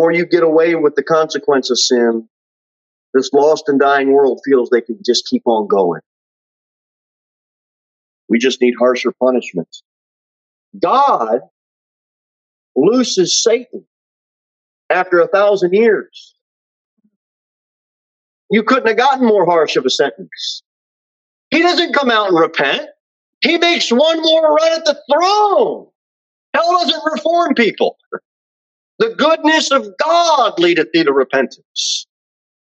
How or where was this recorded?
large echoing room